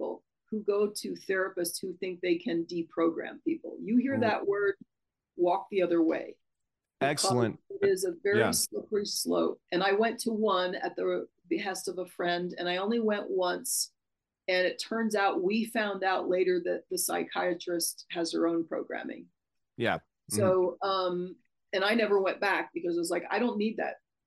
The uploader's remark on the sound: Zoom Chron Interview